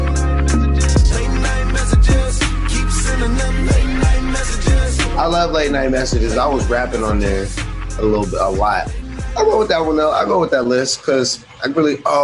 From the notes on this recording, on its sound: broadcasts live from The Prosper Cannabis Company for a Happy 420 Celebration of music